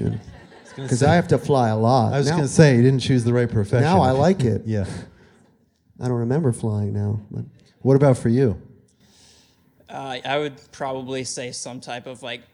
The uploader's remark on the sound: field questions aplenty from the sold out crowd at the MIT Museum